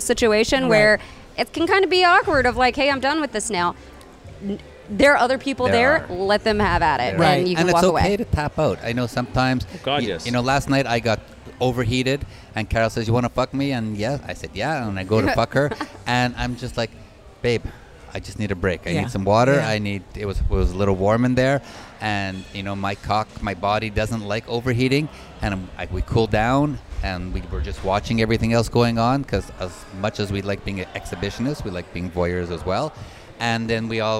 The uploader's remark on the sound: Join us on location at Hedonism II Resort in Jamaica with Topless Travel.